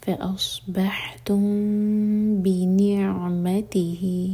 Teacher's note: ميم کو ہول کریں گے لیکن ہوٹوں کو ٹائٹ بند نہیں کریں گے اور پھر با پڑھیں گے · Term: اخفاء شفوي